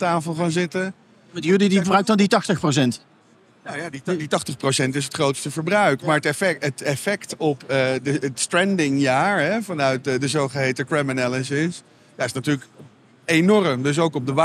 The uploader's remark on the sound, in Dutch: Vanaf de EXPO REAL opgenomen vanaf de stand van Property Plaza.